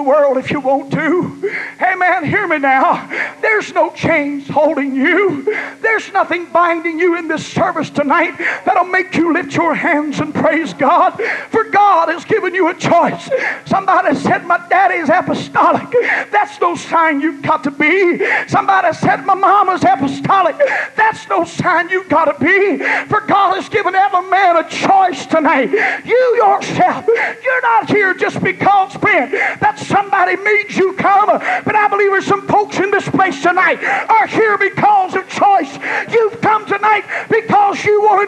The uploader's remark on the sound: was preached in Ruidosa, New Mexico at the ALJC Texas District Western Camp